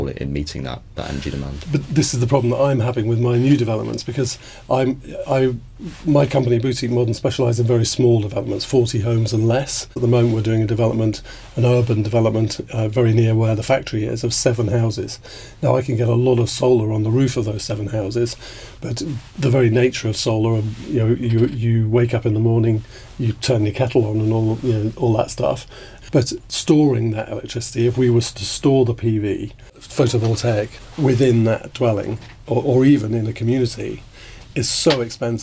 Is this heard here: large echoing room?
no